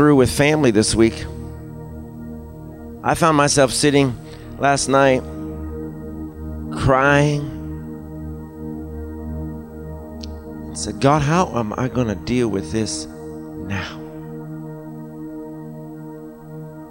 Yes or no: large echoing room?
yes